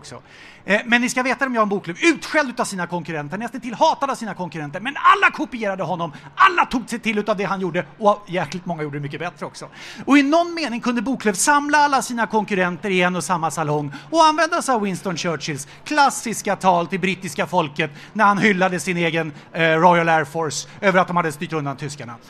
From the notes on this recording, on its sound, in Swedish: Återigen dags för livepodd med publik.